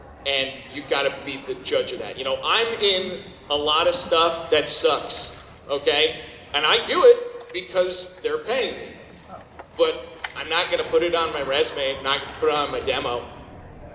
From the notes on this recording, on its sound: Recorded at Anime Boston 2014